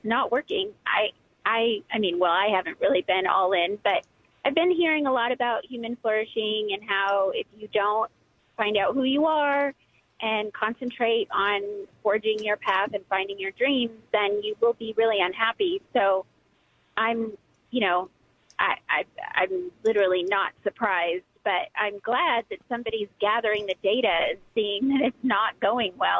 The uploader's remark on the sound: We opened the phones to figure it out.